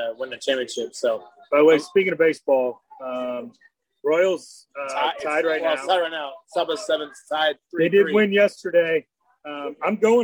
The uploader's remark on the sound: Live from The Red Balloon.